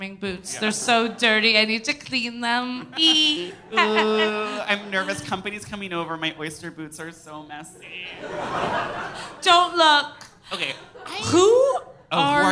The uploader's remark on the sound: Live from SF